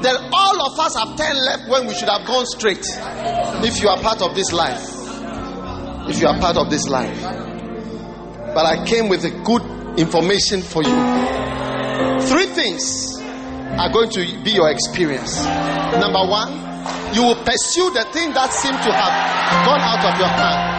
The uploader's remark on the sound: Preached at the Wisdom Impartation Service